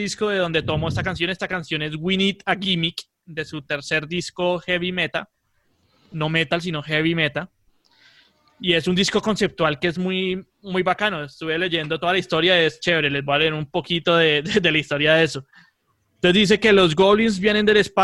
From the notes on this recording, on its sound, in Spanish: Episodio grabado el 04 de Abril de 2020 en línea, desde Bogotá - Colombia y Gante - Bélgica.